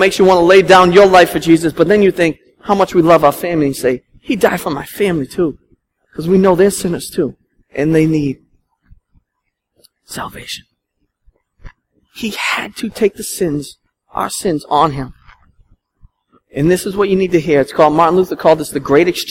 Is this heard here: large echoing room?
yes